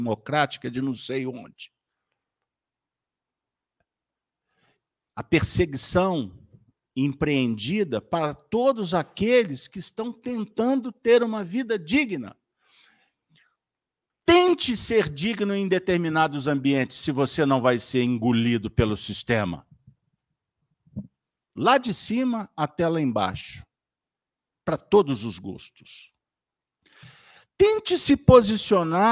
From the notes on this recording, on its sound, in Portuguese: Reunião Pública realizada na Fraternidade de Estudos Espírita Allan Kardec com público presencial, transmitida pelos Canais GÊNESETV e RAETV.